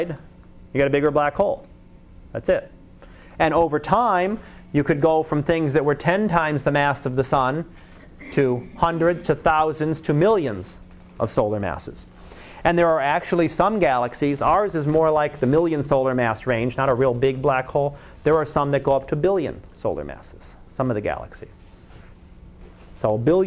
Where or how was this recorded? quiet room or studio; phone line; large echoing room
large echoing room